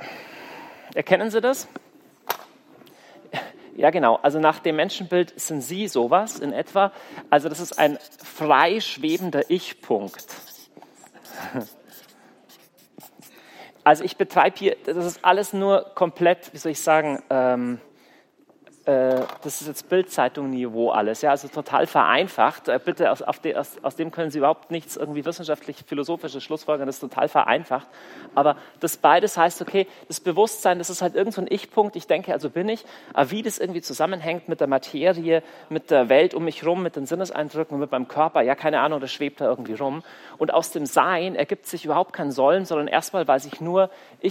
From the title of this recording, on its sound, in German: Kongress Aschaffenburg - Vortrag